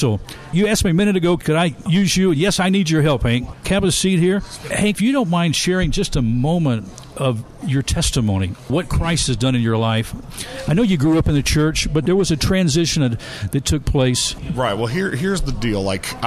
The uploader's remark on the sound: Live from the HUB Coffeehouse